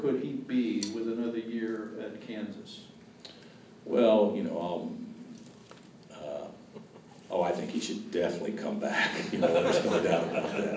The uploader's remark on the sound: Press Conferences & Post-Game Interviews